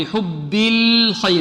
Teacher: اللام هنا مرققة والخاء مفخمة